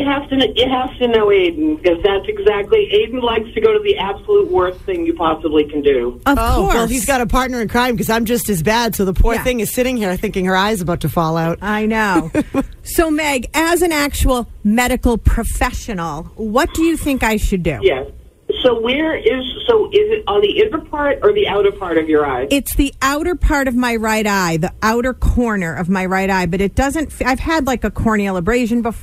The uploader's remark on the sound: called